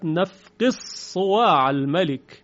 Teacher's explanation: ادغام دال در حرف صاد، نفقدو صواع می شود نفقص صواع الملک، قالو نفقص صواع الملک.